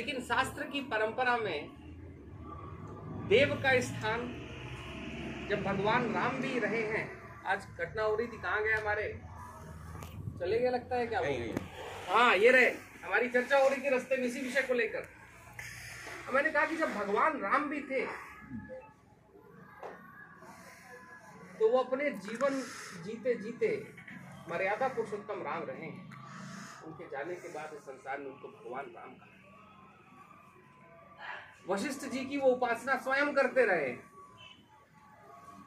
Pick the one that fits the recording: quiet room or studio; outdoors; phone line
outdoors